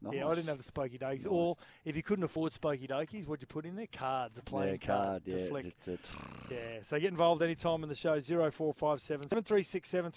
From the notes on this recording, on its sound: live at Treasure Island Caravan Park